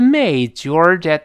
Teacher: 后面那个 George 声音往上略扬一点，因为 amazed 下降了，这个 George 就必然往上升一点